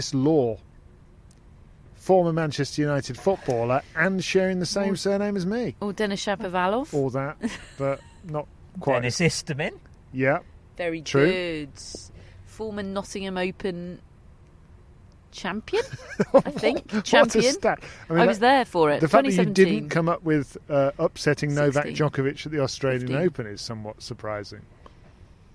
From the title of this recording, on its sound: Live from Wimbledon Day 1